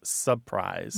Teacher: That first R is gone.